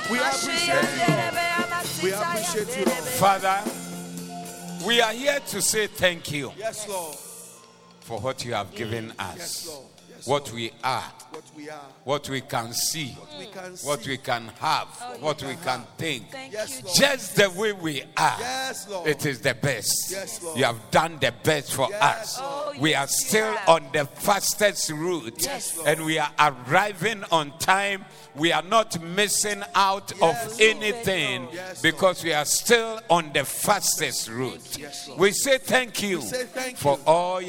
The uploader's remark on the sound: Preached at the Doxa Service 03092023